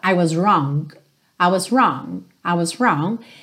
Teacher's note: Você nem ouve o G.